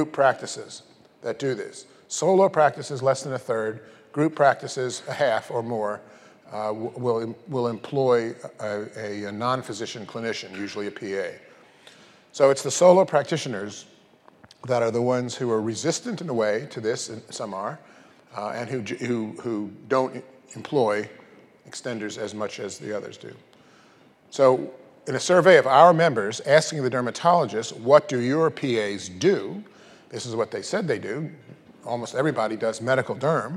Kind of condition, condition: setting, large echoing room